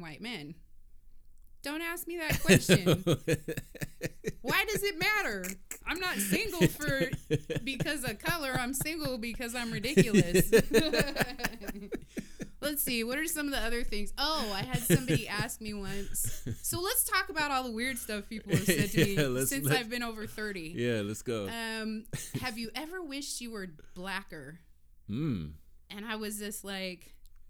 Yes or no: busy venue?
no